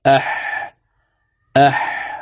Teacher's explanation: الحاء تخرج من وسط الحلق، أح هذه هي الحاء.